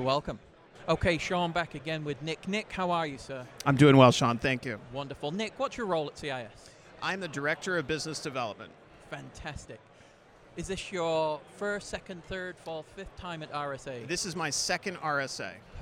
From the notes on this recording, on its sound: Live at RSA Conference 2023. Speaks with experts in attendance at RSA Conference 2023.